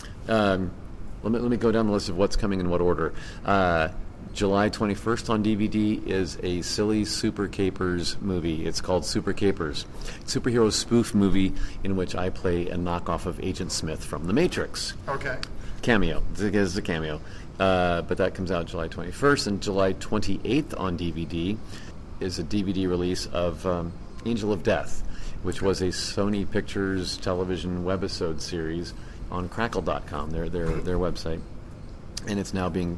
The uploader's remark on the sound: complete coverage of Crypticon 2009, live from Seattle!